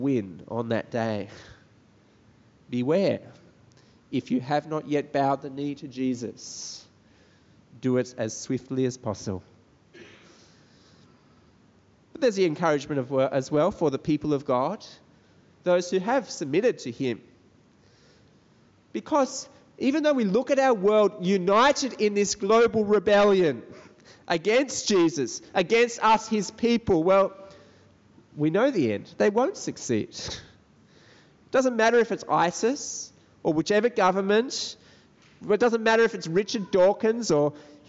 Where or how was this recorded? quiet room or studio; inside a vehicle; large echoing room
large echoing room